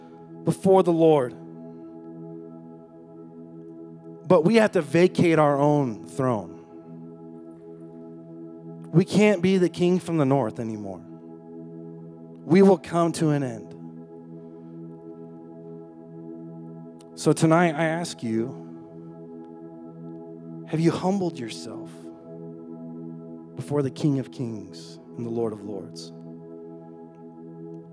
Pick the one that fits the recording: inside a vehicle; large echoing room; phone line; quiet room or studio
large echoing room